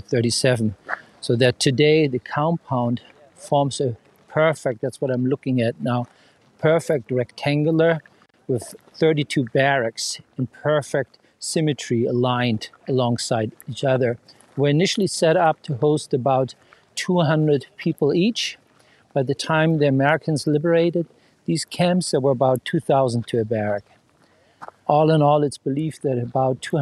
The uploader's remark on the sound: On a walking tour of the Dachau Concentration Camp Memorial Site outside of Munich, Germany. This auditory experience captures the sound of the present-day landscape with its birdsong and tourist chatter.